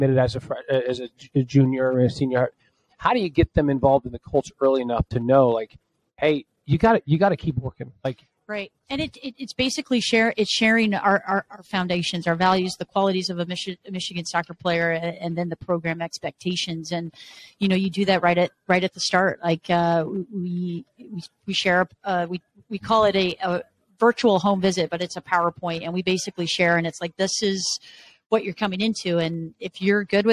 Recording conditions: busy venue